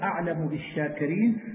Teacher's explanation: والميم تسكن عند الباء إذا تحرك ما قبلها فتخفى بغنة